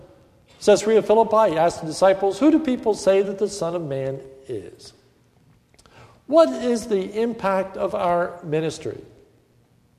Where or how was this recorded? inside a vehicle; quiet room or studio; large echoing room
large echoing room